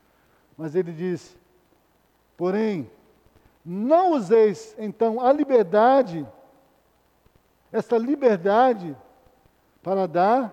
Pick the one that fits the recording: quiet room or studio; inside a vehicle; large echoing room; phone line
large echoing room